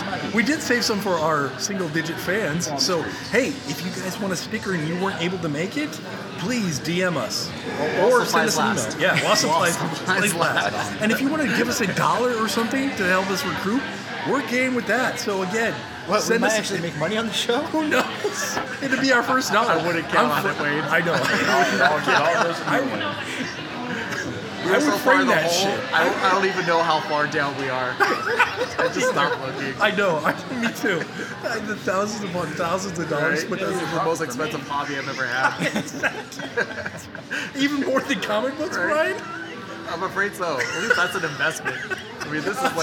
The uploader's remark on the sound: Live at the KON-KON. Welcome to the first “live” and “in-person” Knowledge Drop (KD) in the entire history of The Knowledge of Nothing podcast!